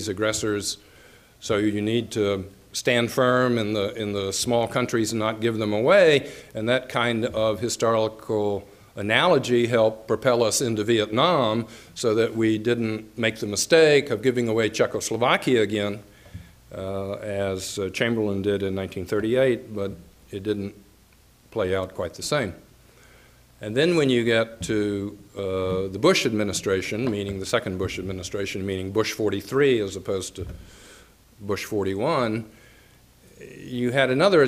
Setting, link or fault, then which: setting, large echoing room